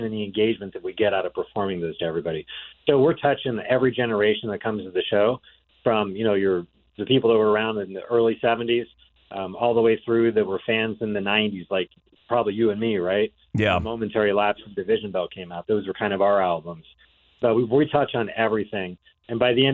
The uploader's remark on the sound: called in ahead of their show on the 17th at Ruth Eckerd Hall